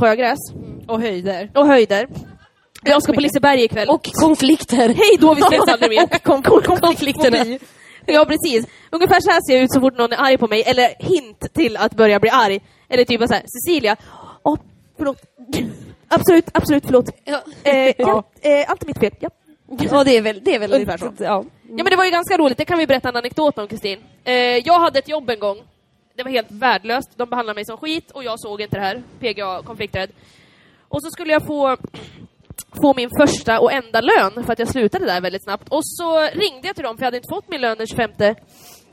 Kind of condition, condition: setting, busy venue